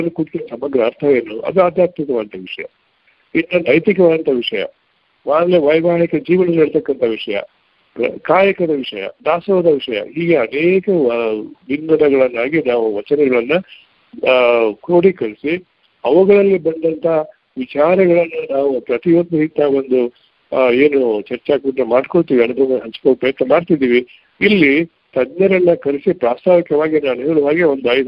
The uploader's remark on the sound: Jagatika Anubhava Mantapa-Conference call Meetings Inaugural Speech